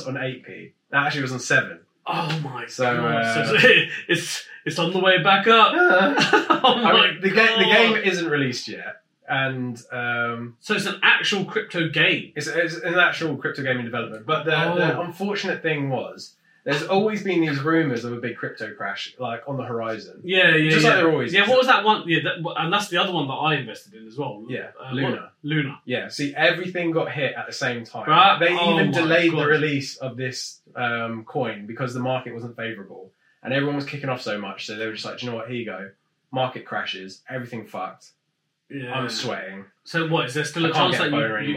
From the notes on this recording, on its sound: Mics weren't working despite being plugged in.